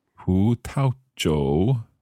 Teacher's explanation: 葡, second tone, 萄, neutral tone, 酒, third tone.